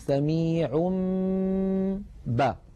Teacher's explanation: كذلك إن أتى تنوين مثلا والله سميع بصير، والله سميع آخرها تنوين سميع، نقلب هذا التنوين الذي هو في الحقيقة نون ساكنة نقلبه إلى ميم ثم نمط غنته نقول سميع با، فنطبق الشفتين على الميم وعلى الباء التي بعدها إطباقا واحدا.